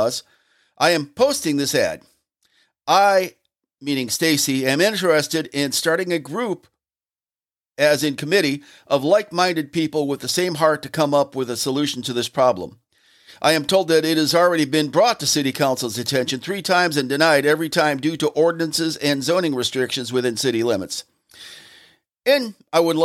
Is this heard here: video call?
no